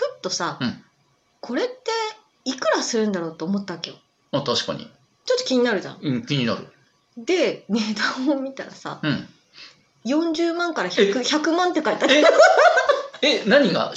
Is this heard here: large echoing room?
no